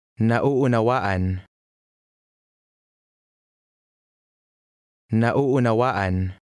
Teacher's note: remember the slight pause between adjacent vowels